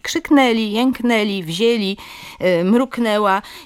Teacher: w takim położeniu samogłoski nosowe powinny być wymówione po prostu jako samogłoski ustne